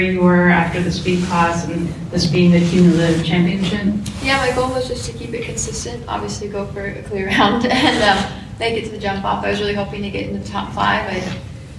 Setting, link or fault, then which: setting, busy venue